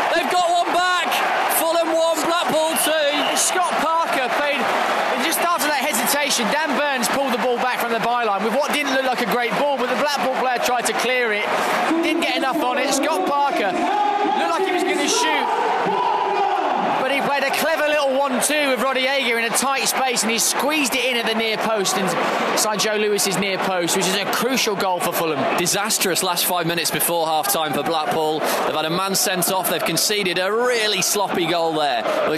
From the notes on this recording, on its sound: Live from Craven Cottage. Fans outside the ground.